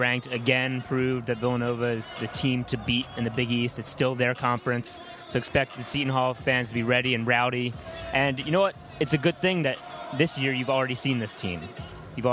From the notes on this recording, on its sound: BLS Live From The Prudential Center. Go live from the Prudential Center in Newark, NJ, home of the Seton Hall Pirates, before the team's Big East matchup against Villanova.